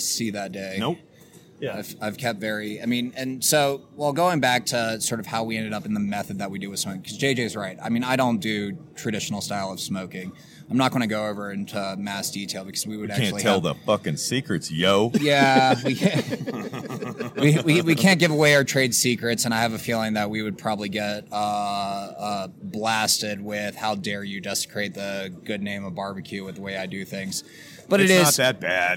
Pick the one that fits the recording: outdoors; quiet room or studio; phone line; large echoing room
outdoors